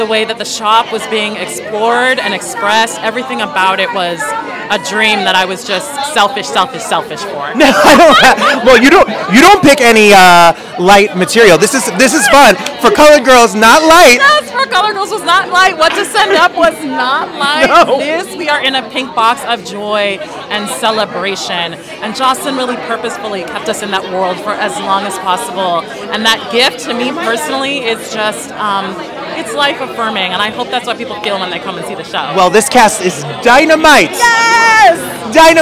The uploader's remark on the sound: Live From The Red Carpet at "Jaja African Hair Braiding"